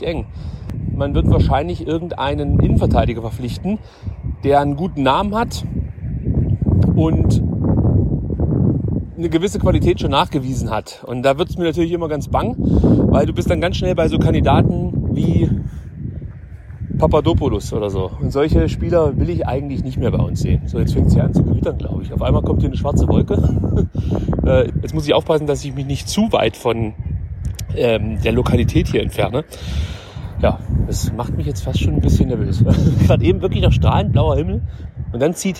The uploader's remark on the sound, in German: Nutze eine Wanderpause in den Dolomiten um selbige in ein Handymikrofon zu sabbeln. Dementsprechend bitte ich Windgeräusche und Hirngespinste zu entschuldigen.